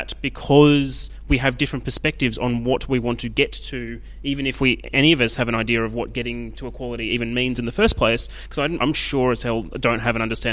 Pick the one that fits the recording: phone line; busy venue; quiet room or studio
busy venue